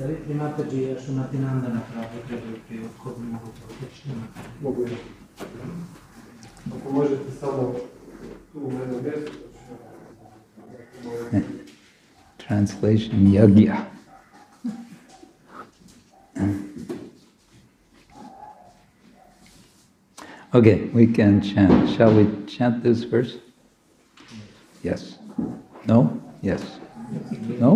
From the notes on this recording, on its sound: Friday evening lecture from ISKCON Zagreb